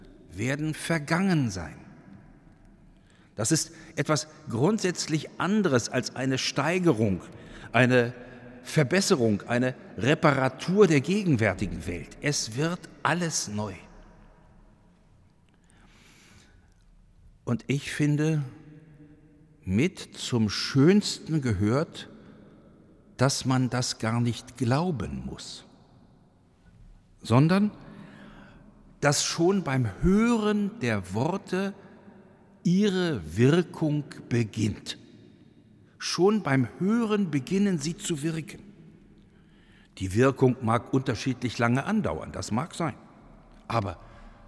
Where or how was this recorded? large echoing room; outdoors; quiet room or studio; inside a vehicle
large echoing room